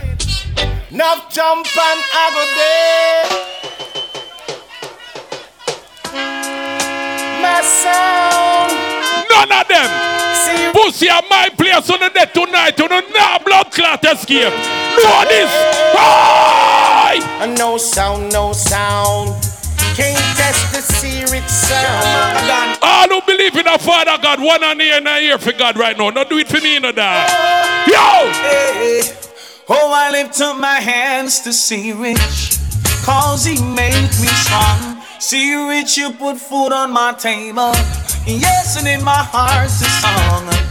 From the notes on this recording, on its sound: LIVE AUDIO OF THE HIGHLY ANTICIPATED SOUNDCLASH, BLOOD SPORT KILLING THAT TOOK PLACE IN THE BRONX, NY. LIVE AUDIO OF THE HIGHLY ANTICIPATED SOUNDCLASH, BLOOD SPORT KILLING THAT TOOK PLACE IN THE BRONX, NY.